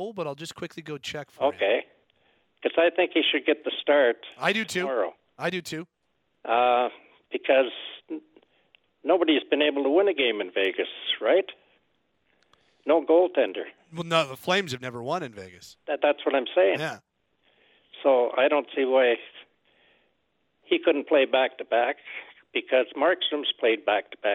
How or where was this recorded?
phone line